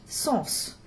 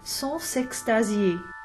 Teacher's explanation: But if it has an article, like le, or ce, c'est, or a possessive article, like here, nos, then the S will be pronounced, sens, and it'll stay an S sound even when followed by a vowel in the next word, as we have here, sens s'extasier.